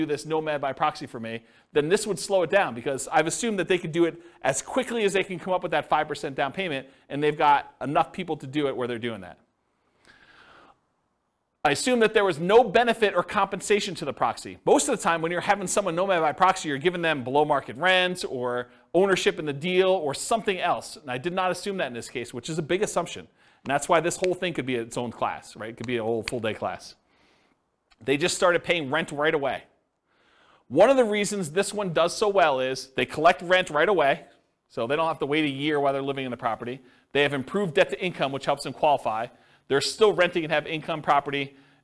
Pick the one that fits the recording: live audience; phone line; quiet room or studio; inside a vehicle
live audience